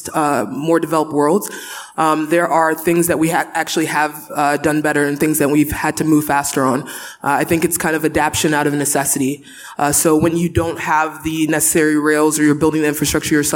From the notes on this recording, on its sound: The Future of Digital Financial Services was recorded live at the Africa Money & DeFi Summit - West Africa 2023, an Africa Tech Summit event. Panel session.